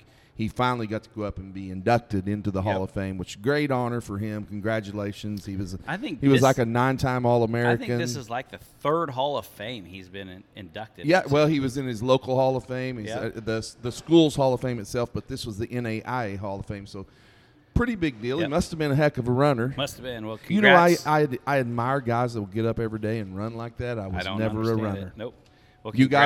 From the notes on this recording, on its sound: We left the studio and went on location for this episode at the Prickly Pear Grill and Cantina in Salina!